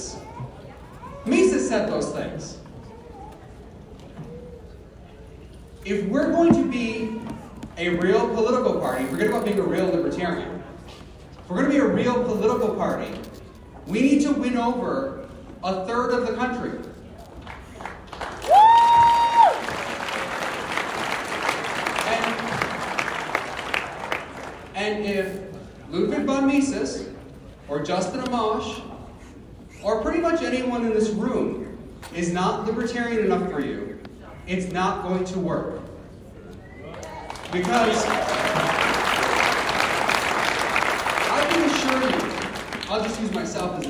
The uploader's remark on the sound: LIve FromThe Libertarian Party Convention. Another from my series of recordings I made at the Libertarian national convention in Reno.